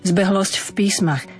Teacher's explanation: V písmach je neznelé, preto aj zbehlosť zaznie neznelo, ale musí byť jasná koncovka, aby nebolo pre svoju zbehlo v písmach.